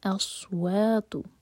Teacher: سین نہیں ہے، صاد ہے، منہ بھر کر